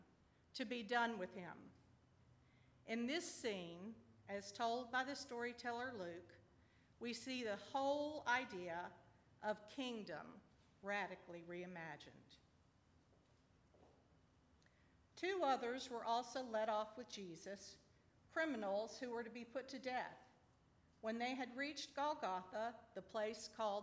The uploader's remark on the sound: At Northminster Church.